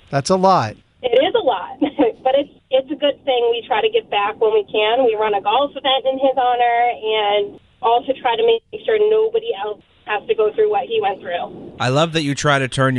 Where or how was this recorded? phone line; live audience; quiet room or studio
phone line